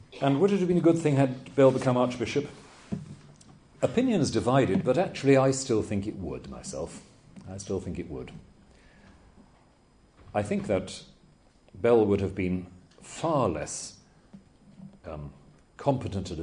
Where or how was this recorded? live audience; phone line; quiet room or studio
live audience